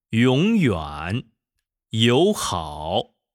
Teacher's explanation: 一，再升到四，写作二一四。在发赏声的时候，声带从略微有些紧张开始，立刻松弛下来，稍稍延长，然后迅速绷紧，但是没有绷到最紧，音高也没有再转到最高 · 上声起音半低，先降后升